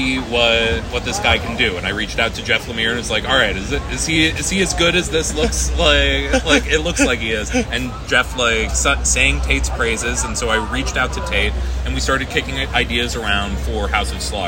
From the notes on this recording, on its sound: Has been roaming the San Diego Convention Floor, taking in the sights and sounds of SDCC 2023 and talking to some incredible creatives.